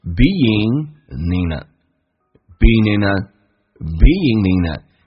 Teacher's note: 首先 ing 结尾可以用 in 进行连音，把 g 去掉就变成 beingin